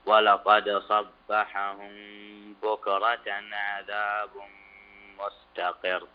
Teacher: الميم ساكنة وبعدها الباء إخفاء شفوي فتخفي الميم عند الباء